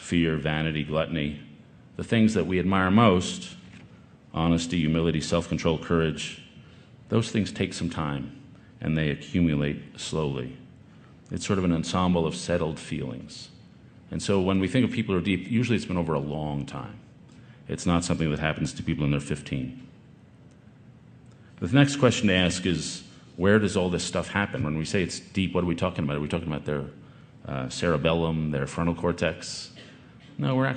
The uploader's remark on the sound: This talk, recorded last summer at the Aspen Ideas Festival